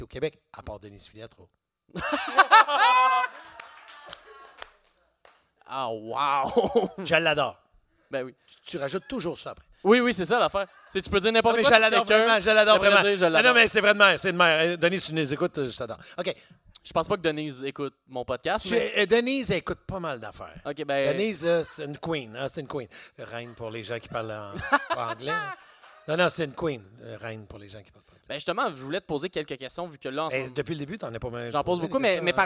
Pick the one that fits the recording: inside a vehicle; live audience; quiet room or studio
live audience